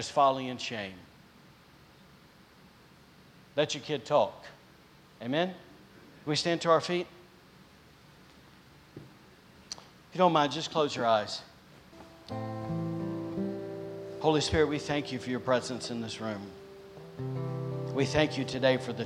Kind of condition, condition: setting, large echoing room